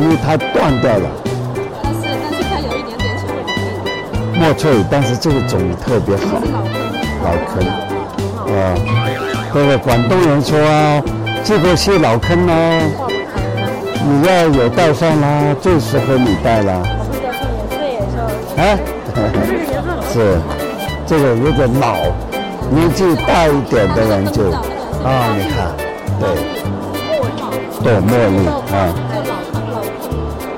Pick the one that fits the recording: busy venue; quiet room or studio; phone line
busy venue